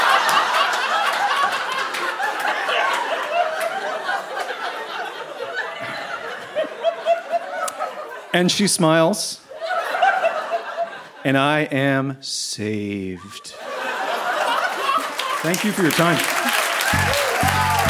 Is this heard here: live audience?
yes